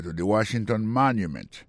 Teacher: Si on a mis accent sur accent quoi, on va voir que mot Washington, non, accent tombé sur le premier syllabe là. Pour mot monument, il tombe sur le premier syllabe là.